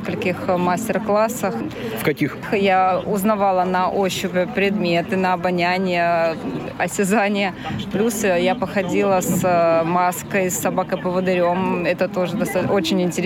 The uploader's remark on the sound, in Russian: Актуальный репортаж. Мероприятие, посвященное Дню фронтовой собаки, состоявшееся в московском парке «Торфянка».